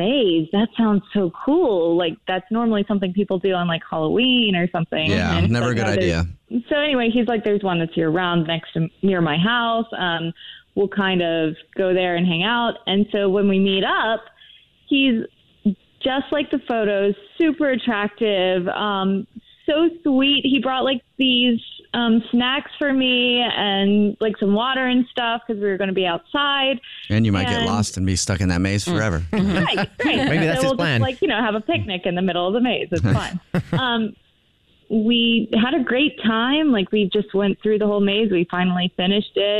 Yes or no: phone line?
yes